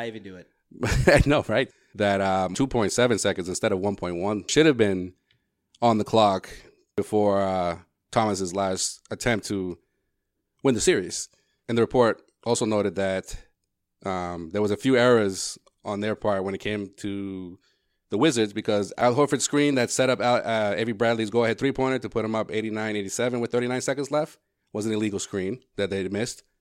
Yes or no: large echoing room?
no